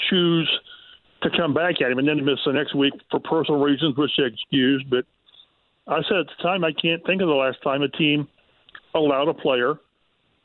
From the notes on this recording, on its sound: opens the phone lines up and takes a call!